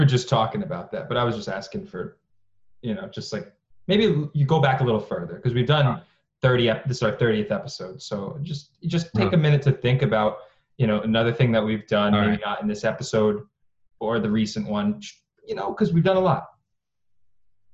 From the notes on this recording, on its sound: Another zoom ep.